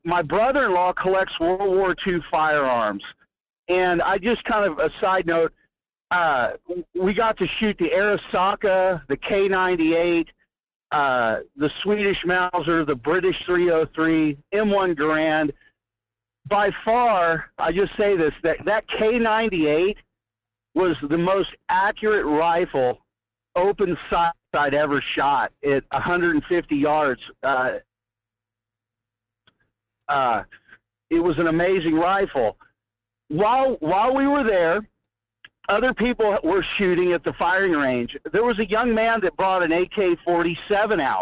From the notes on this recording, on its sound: Headlines, discussions, phone calls. Open up the phone lines for a big round of Q&A.